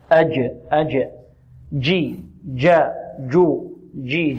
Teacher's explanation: ونبهنا قلنا الجيم هذه لا نعطيها رائحة الدال أو نجنبها رائحة الدال أو حرف الدال. يجي، إذن هي الجيم تخرج من ماذا؟ من وسط اللسان، وفيها صفة الشدة وانحباس الصوت